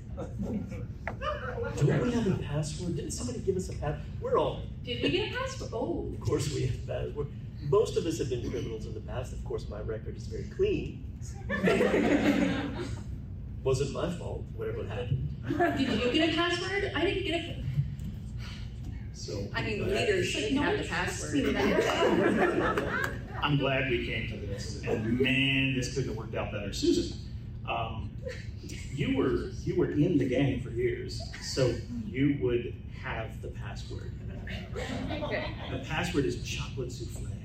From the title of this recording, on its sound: Dragoncon 2023 Live Show